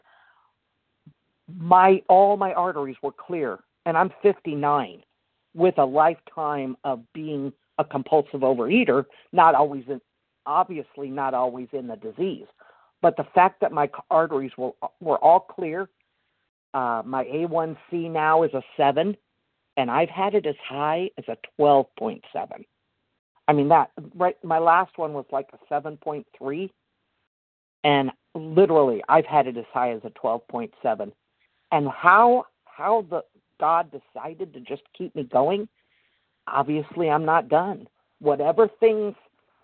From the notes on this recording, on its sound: The 100 Pounders Phone Meeting, 9/1/23.